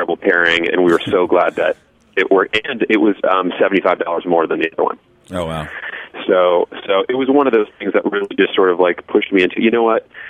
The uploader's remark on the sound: joined via the phone lines